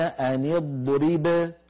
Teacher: إذا وقفت عليها تقولين أن اضرب وتقلقين الباء